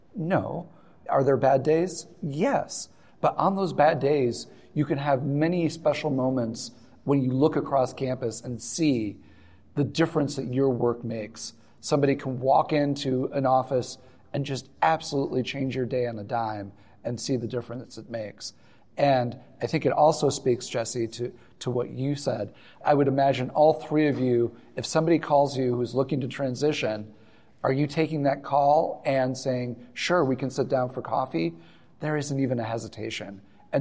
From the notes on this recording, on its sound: This episode was recorded with a live audience at the 2024 NASPA Symposium on Military-Connected Students in Louisville, Kentucky.